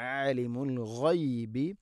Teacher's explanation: ഗൈന് തൊണ്ടയുടെ മുകൾ ഭാഗമാണ്. ആലിമുൽ ഗൈബി എന്ന് പറയരുത്.